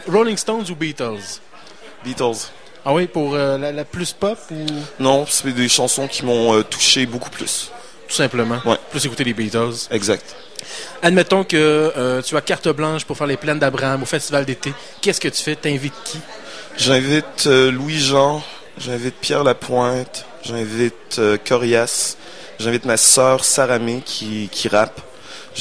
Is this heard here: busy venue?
yes